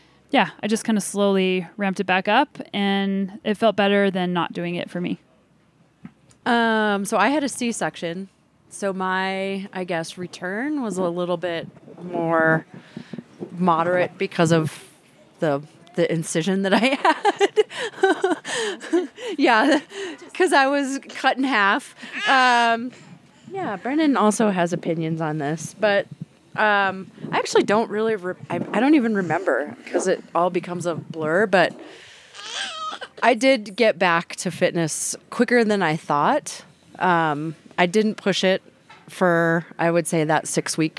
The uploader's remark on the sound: recorded during the Women's Cycling Summit at Breck Epic